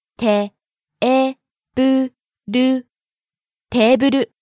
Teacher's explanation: Starting low, going high on the second syllable,え、staying high.